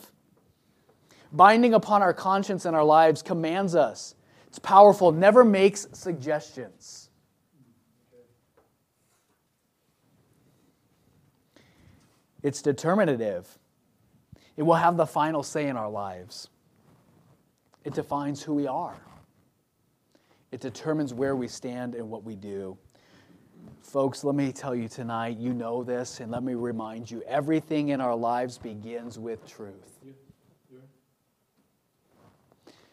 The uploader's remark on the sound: from the pulpit of Royal View Baptist Church.